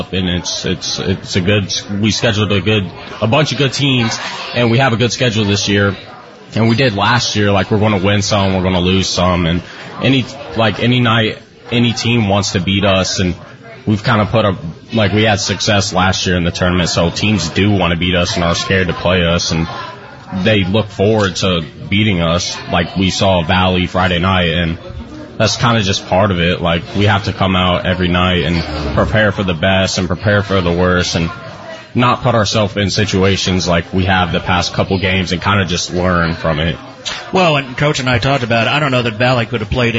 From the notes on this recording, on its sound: broadcast live from Shipp Brothers Brewing in downtown Newark